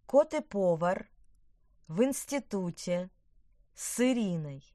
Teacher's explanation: Гласный и, союз, в начале слова, если предыдущие оканчиваются на твердый согласный, при слитном произнесении звучит как «ы».